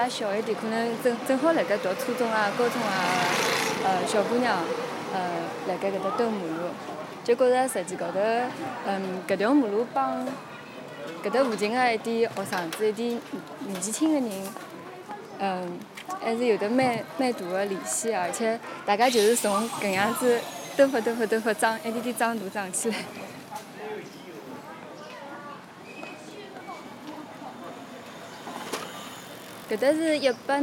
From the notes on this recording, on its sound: This track was recorded in the Wenmiao area of Shanghai. The stories are recorded in the location where they occurred not only to help the storytellers recall their memories, but also to provide a complementary backdrop for their not so distant past.